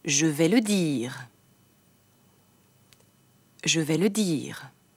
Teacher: Auch wenn noch ein R folgt, bitte ein deutliches I sprechen.